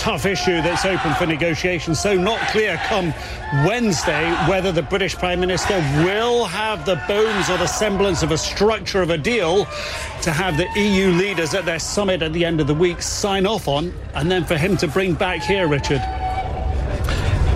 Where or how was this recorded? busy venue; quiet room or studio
busy venue